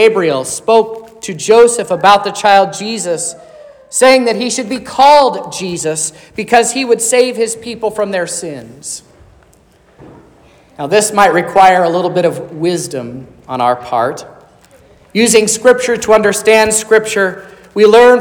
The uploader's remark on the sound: This is the sermon preached at Trinity Lutheran Church on Sunday, December 14th, 2023, which was Christmas Eve.